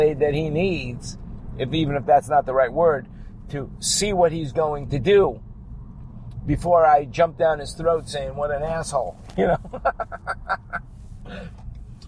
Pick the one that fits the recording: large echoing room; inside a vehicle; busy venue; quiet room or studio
inside a vehicle